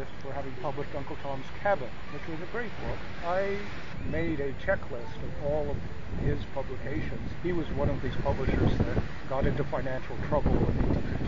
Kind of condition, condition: fault, wind noise